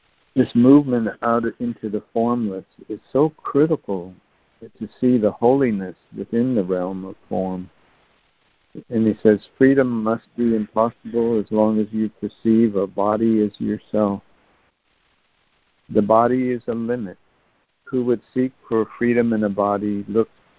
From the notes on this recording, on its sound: ACIM Daily Conference Call.